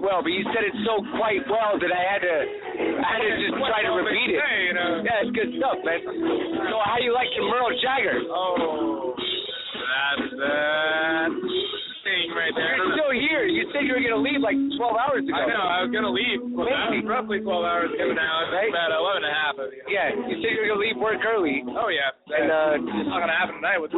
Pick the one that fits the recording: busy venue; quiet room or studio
busy venue